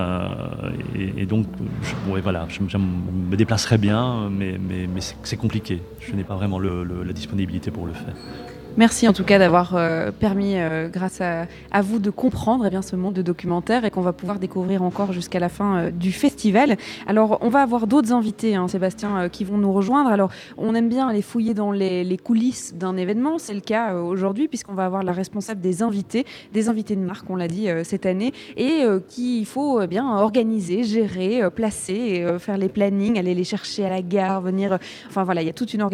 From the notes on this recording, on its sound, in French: de 14h à 16h depuis le Cinéma Palace, où a lieu le Festival Cinéma Méditerranéen de Bruxelles.